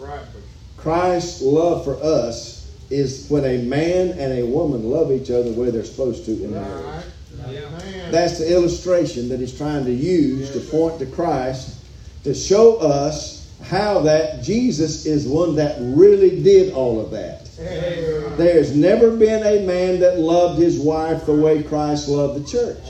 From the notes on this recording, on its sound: live from Still Water Baptist Church